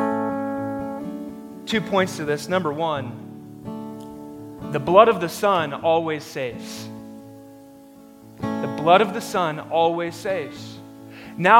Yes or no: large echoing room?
yes